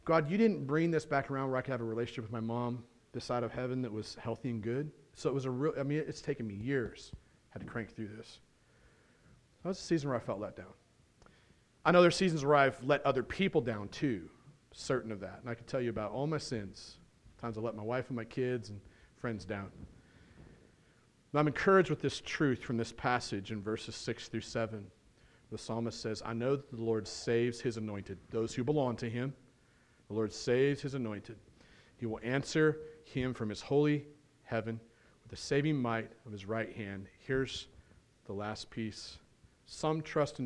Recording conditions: large echoing room